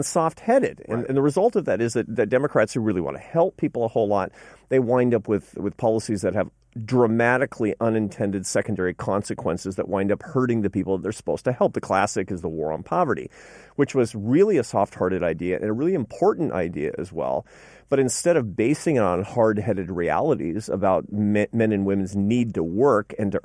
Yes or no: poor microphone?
no